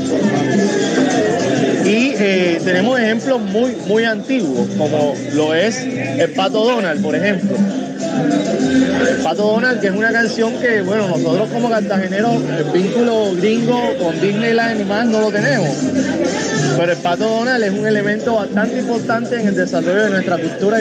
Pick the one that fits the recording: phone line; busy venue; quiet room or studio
busy venue